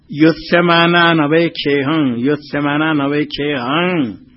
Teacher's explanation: म उच्चारण नहीं करना है क्योंकि यहां विराम नहीं है · Term: अनुसार